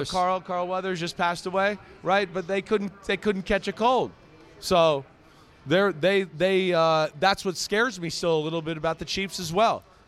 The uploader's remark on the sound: Live Audience Picks Pod from Las Vegas!